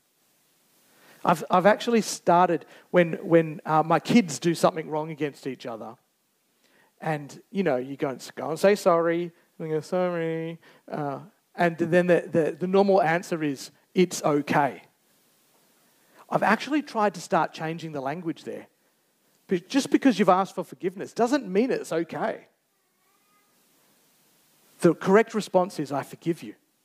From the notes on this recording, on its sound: Recorded Live on 19th November 2023. Geraldton Baptist Church.